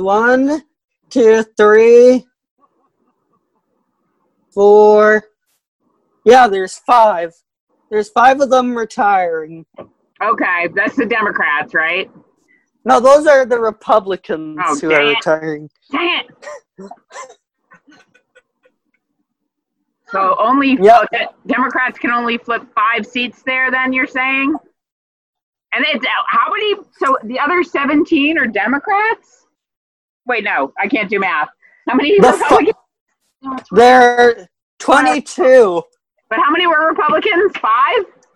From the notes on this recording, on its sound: We apologize that the sound quality is a bit low. We were tring some different recording options.